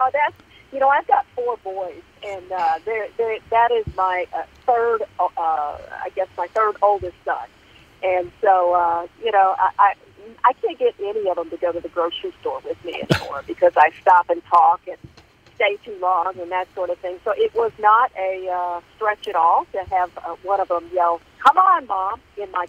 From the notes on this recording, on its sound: calls in while sitting in her car, looking at the Capitol in Washington